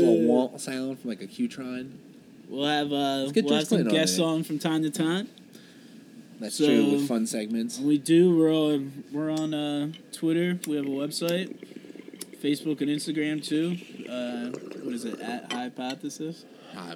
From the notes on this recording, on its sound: Join us for our first highpodthesis as we sit outside and discuss what this podcast is.